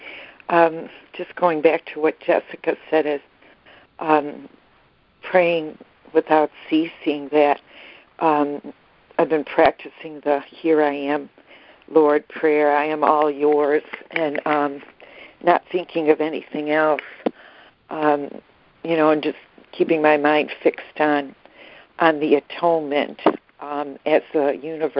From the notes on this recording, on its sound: ACIM Daily Conference Call